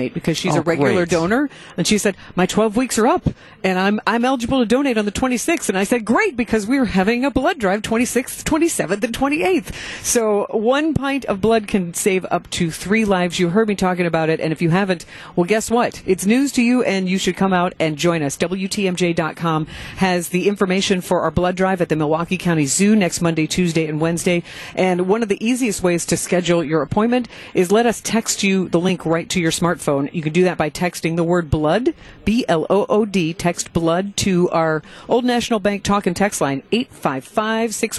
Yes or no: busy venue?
yes